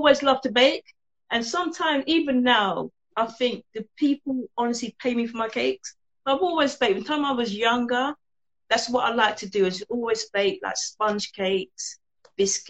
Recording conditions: video call